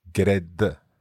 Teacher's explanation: It almost sounds like there's a vowel between the G and the R.